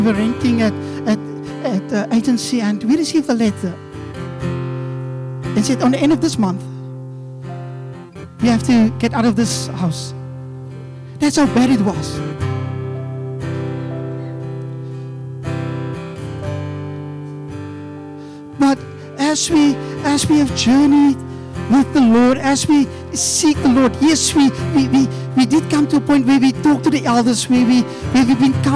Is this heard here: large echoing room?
yes